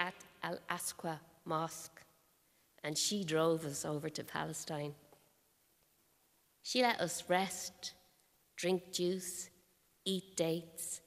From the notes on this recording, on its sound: all recorded at the National Concert Hall